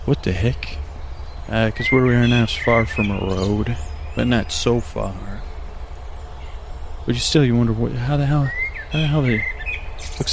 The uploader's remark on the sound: This episode was recorded on location and contains ambient noises like birds and moss scratching, as well as me walking.